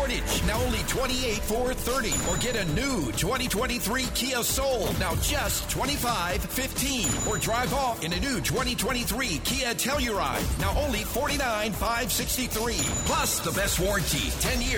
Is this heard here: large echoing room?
no